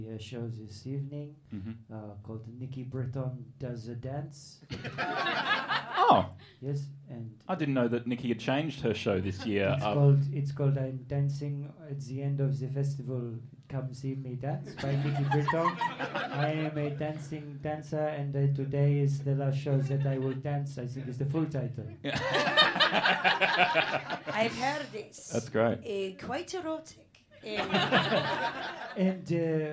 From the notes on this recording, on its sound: Recorded LIVE at the Melbourne International Comedy Festival 2021.